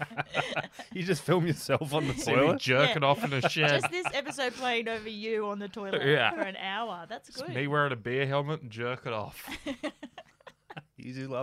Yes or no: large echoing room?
no